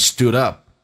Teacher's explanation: Little 在美语当中 T 跟 L 去上一发 D 跟 L 叫 Little， Little Johnny then stoodup，这是一个短元音 O 这个发音，不要发成 stu，no，在 U 的长元基础上嘴巴打开空间更大